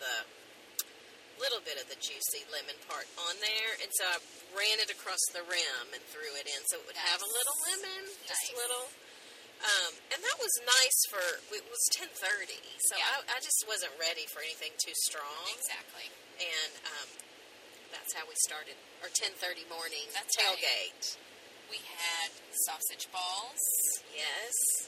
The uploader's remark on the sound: We did something very different on this episode - we recorded on our way home from KY!